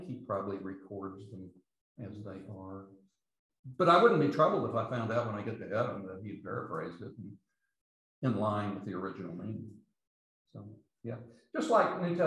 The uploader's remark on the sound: These podcasts are the recordings of the lectures.